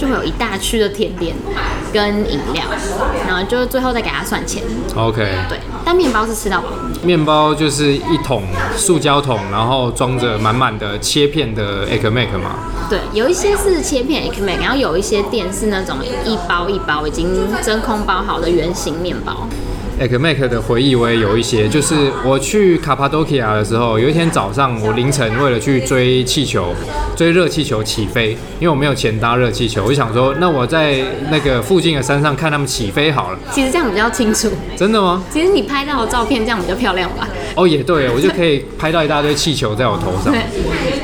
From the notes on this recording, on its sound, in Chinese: 本集白噪音指數：蚊風級 1/5。錄音地點： 三亞米 Sunyummy，土語系學妹開的店。